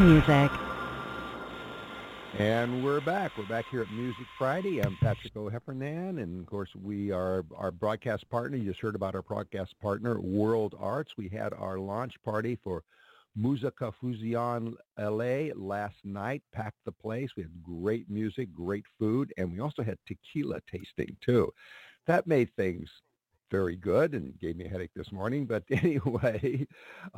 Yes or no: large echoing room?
no